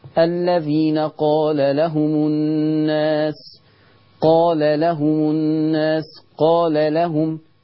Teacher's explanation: عندنا هنا اللام واللام في توالي لامات، حرف اللام مع اللام هنا بنسميه احنا تماثل كبير، فخلي بالكم من التماثل الكبير اللام وراء اللام، لان ممكن نتلعثم في نسول قال لهم.